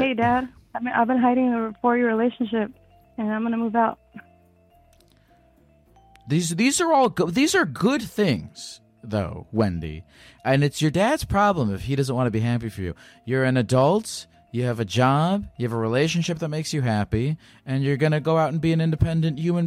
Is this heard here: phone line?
yes